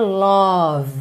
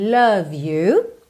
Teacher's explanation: Love, lembra que não é love, ok? Não pensa nesse O muito desenhado, não. É um som mais mais indefinido · Shown in: second take